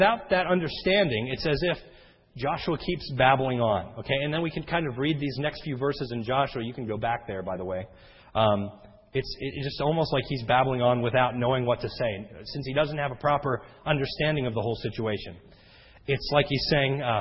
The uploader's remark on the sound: This sermon was recorded om 6/06/10 in the evening service.